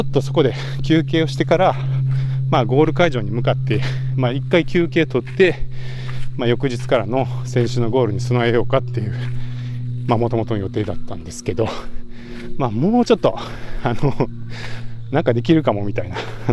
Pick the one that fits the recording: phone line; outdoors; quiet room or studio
outdoors